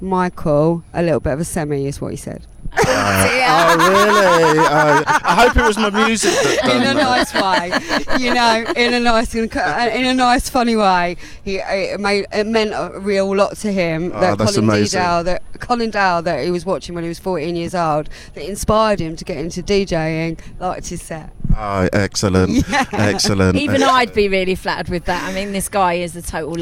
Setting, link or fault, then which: setting, busy venue